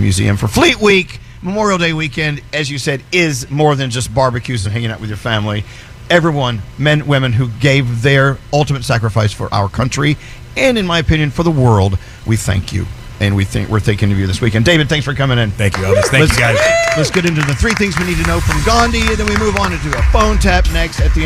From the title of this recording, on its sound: Live Broadcast From The Intrepid!